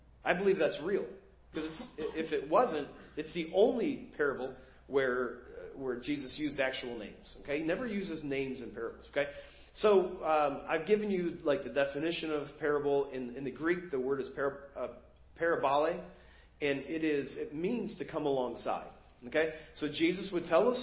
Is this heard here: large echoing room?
yes